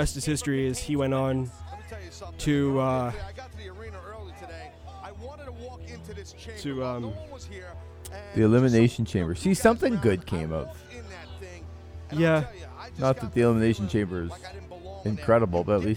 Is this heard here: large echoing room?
no